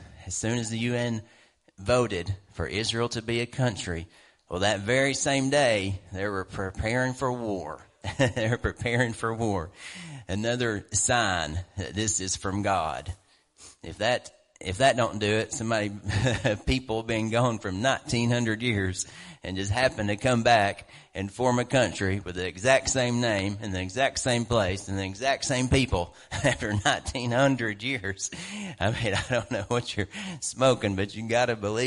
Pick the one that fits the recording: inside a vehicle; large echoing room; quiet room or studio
large echoing room